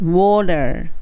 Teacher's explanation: tar じゃなくって L に、L にしちゃっていいです